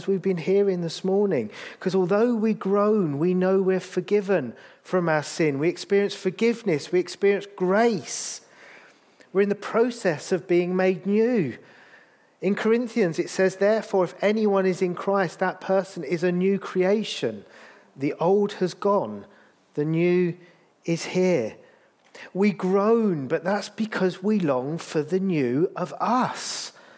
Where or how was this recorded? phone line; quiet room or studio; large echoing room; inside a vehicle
large echoing room